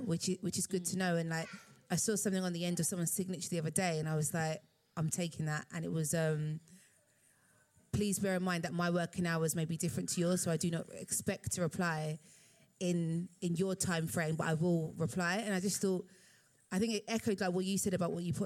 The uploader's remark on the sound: Part 2 of 'Badass Mums Live' at the Roundhouse